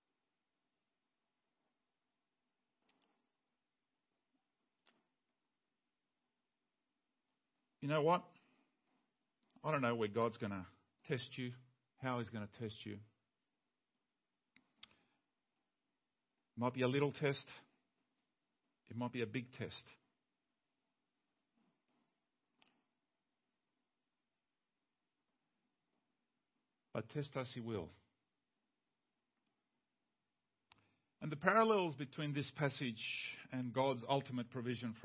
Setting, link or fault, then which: setting, large echoing room